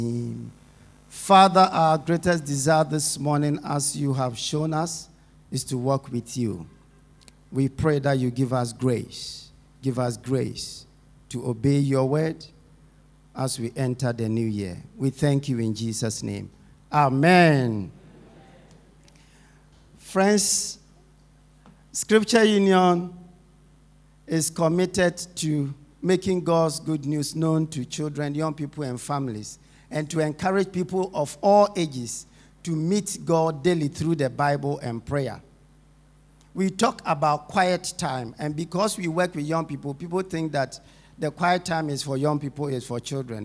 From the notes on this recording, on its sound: Sermon preached at Shiashie Campus